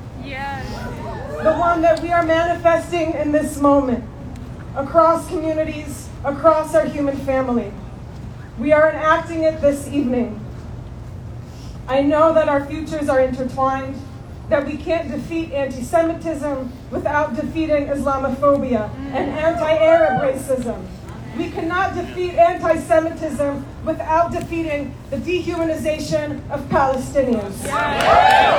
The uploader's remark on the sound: Speech by rabbinical student at Interfaith Rally for Ceasefire.